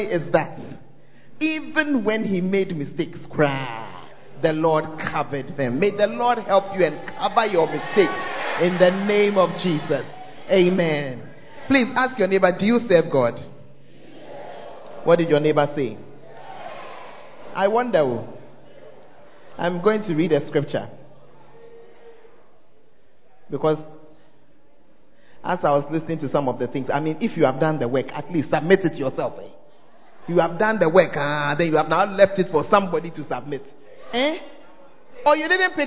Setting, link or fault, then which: setting, large echoing room